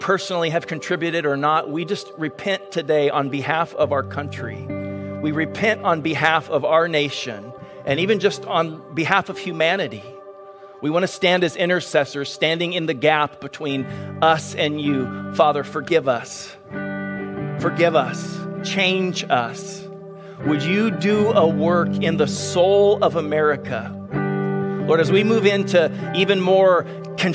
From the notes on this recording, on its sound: Delivered on 22 May 2022 at Grace Church of La Verne. Delivered on 22 May 2022 at Grace Church of La Verne.